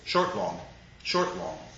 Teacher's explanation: It simply means an unaccented syllable followed by an accented syllable · Term: iambic